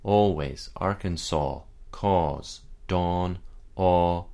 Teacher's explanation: The sound aw is very challenging for many North American speakers who tend to use ah in its place. This sound is more rounded, so that it is approaching the sound of o rather than staying relaxed like ah. · Term: open o